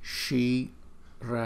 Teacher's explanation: Shirasham là hai chữ S cong lưỡi